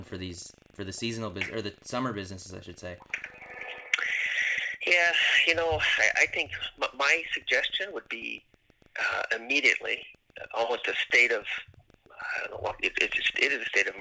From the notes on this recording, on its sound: were able to record via conference call, so we apologize for weak audio.